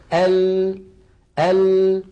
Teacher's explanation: يخرج لما يصل إلى الفم يجد هذه المنطقة قد انقفلت تماما فيضطر الصوت أن ينحرف بعضه عن يمين اللسان وبعضه عن يسار اللسان ثم يتابع طريقه إلى الخارج · Term: اللام